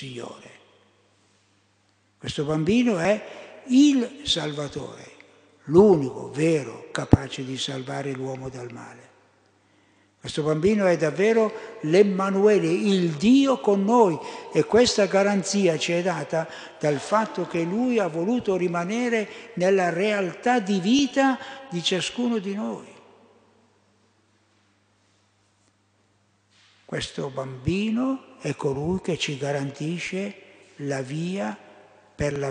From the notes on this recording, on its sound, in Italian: Durante la Santa Messa solenne di Natale - ore 11.15 - Vergiate.